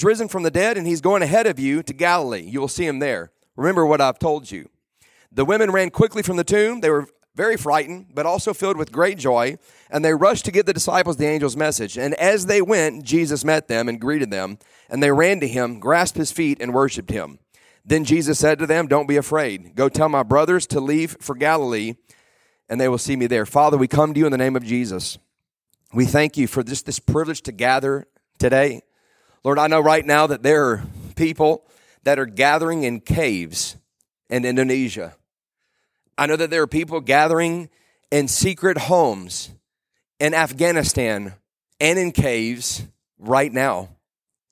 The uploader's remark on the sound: Today I preached a message at our church